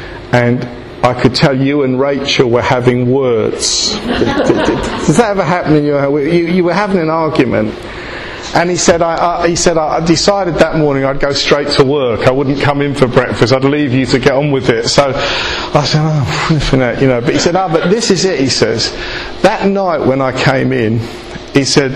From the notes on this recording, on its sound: speaking in session 3 of God Encounters The best way to live at the Estuary Elim Group of Pentecostal Churches Church Away Day